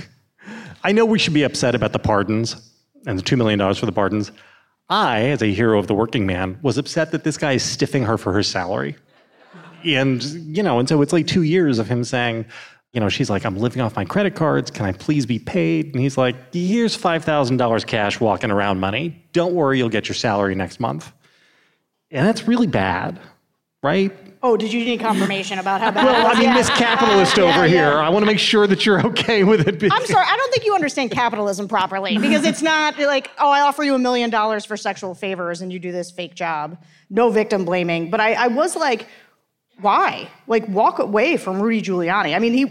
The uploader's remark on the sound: LIVE from NYC. As part of The Bulwark's live event in NYC!